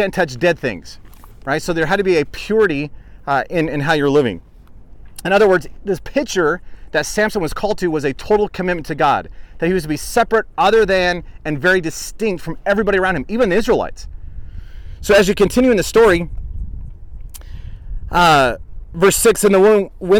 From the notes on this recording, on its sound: Live Lessons from Israel (Israel Study Tour 2019). Despite a bit of wind in the background.